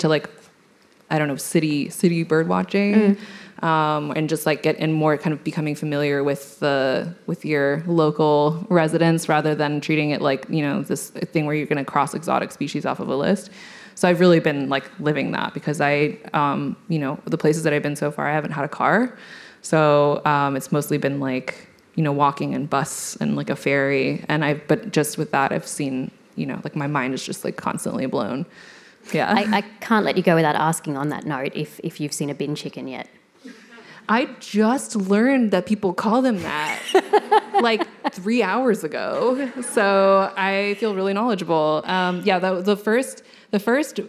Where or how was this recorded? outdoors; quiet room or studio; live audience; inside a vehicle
live audience